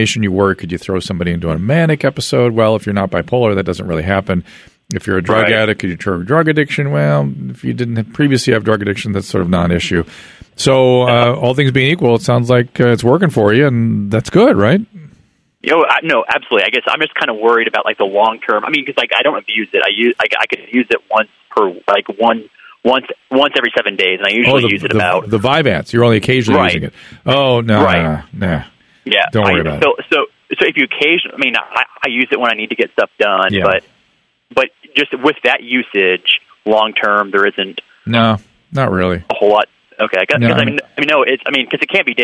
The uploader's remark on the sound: spends the whole podcast taking phone calls from the listeners